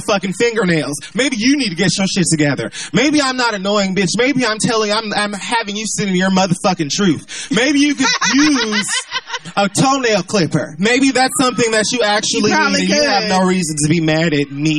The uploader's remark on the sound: We go live in New Orleans for Essence Fest 2018.